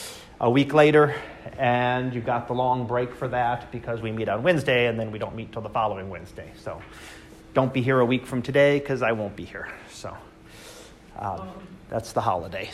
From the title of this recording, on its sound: Live Class Lecture